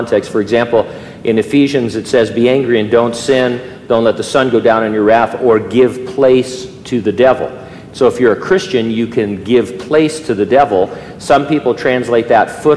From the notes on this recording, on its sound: during a live Q&A session at Calvary Hanford